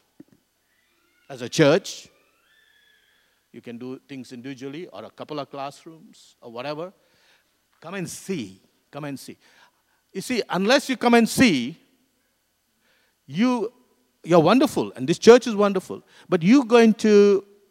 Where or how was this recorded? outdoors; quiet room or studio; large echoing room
large echoing room